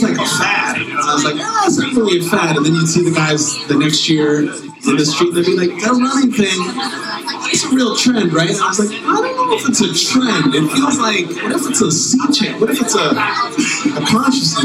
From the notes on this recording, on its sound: This episode was recorded a few days before the 2018 Boston Marathon at Tracksmith’s Trackhouse. We had some audio issues and background noise in this episode.